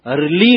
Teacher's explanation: ली में क्या है, लकार की ध्वनि पहले और रेफ की ध्वनि बाद में सुनाई पड़ती है ली, किंतु उससे ली न बोला जाए, वो रेफ की ध्वनि को पहले बोले और लकार की ध्वनि को बाद में बोले, यानी कि अरली बोले।